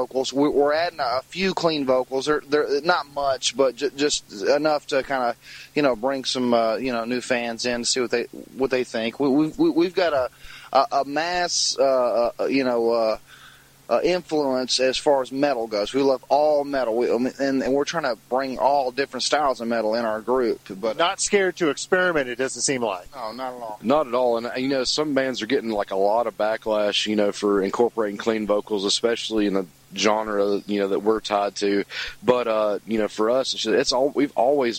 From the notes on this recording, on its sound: interview recorded March 31, 2017, following the band’s performance at Spillway Bar & Grill in Bowling Green KY.